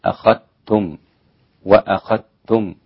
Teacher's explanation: الإدغام الذال في التاء عند كل القراء عدا الإمام ابن كثير والإمام حفص، حفص عن عاصم، والإمام رويس عن يعقوب.